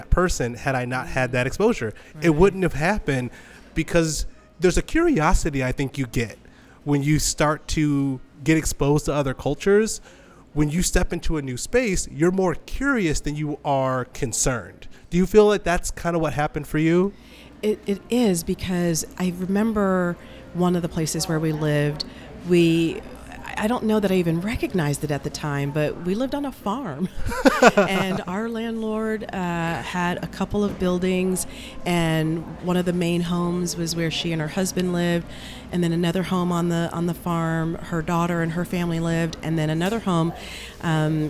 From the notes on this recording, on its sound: Episode Recorded at Leaves Book & Tea Shop. 120 Saint Louis Ave.